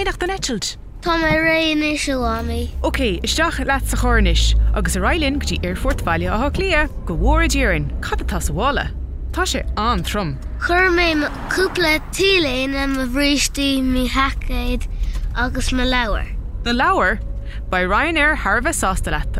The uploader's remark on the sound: Clár sa Charr is a short conversation of a parent and child that takes place in the car on the way to school.